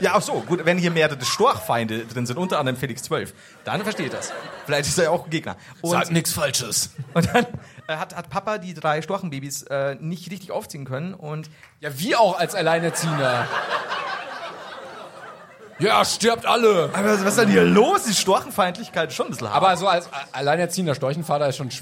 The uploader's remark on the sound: Live in Stuttgart